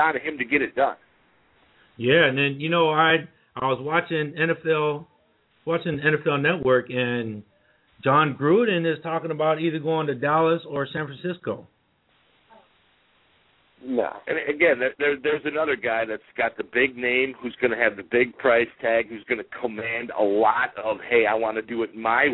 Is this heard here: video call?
no